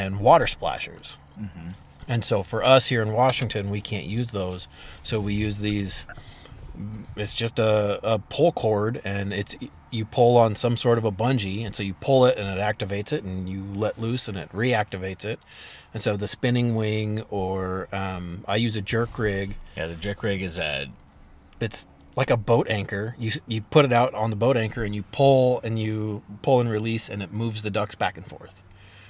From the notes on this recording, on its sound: Duck discussion in the Truck. We're back in person, which is super nice, but it was super nice outside and so the inside of my truck got a bit warm.